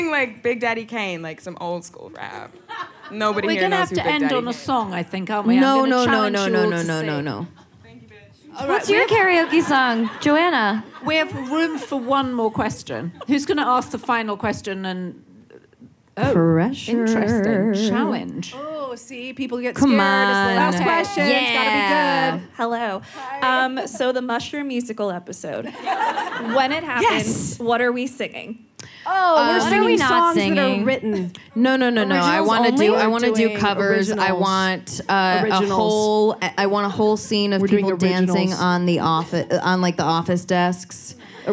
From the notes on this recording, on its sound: The conversation was recorded at 92nd Street Y on January 22, 2020.